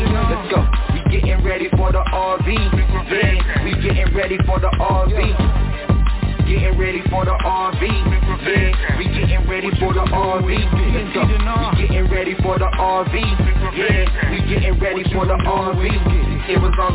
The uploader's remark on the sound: TNTSuperfantastic Conference Call.